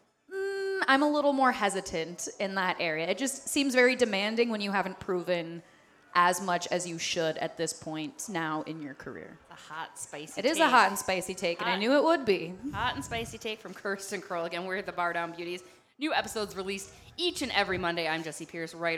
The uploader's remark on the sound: Live from Dugarel’s in Hastings